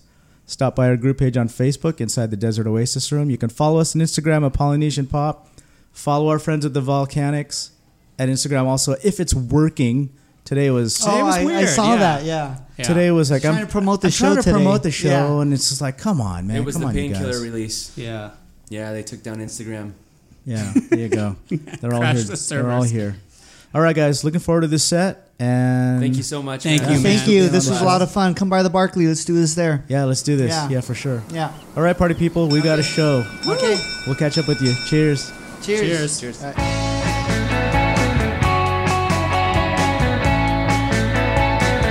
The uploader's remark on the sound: On this episode we podcast live from the Painkiller IPA Tiki Party at Frogtown Brewery